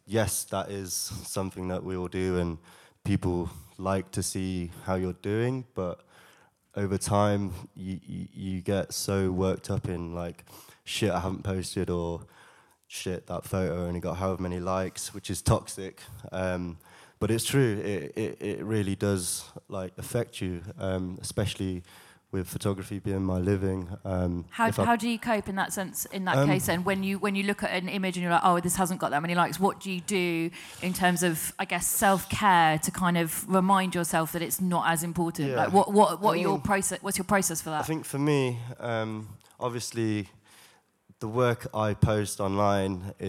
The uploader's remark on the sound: Panel talk on mental health in the creative industry recorded to a live audience at Many Hands in Bermondsey, London.